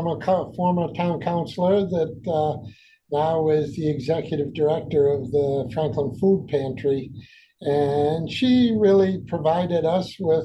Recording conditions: video call